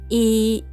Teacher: 第一声なので高く平たく伸ばす音になります